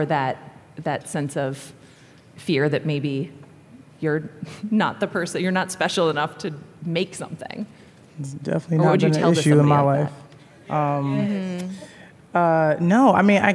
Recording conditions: live audience